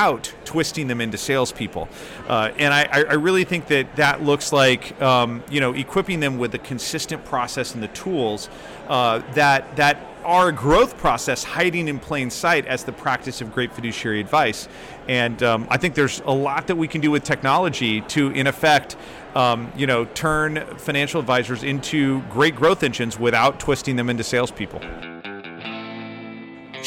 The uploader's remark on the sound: Special episode from T3. Live from the T3 floor expo floor.